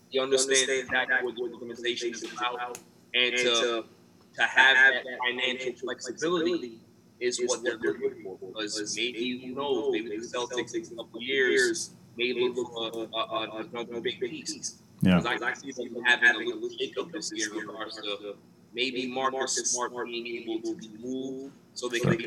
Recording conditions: poor sound quality